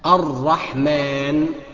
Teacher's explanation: وبعد كده تقول تفخم الراء بتاع الرحمن، الرحمن، ما تقولش الرحمن، لا، الرحمن بترقيق الميم مع ترقيق الحاء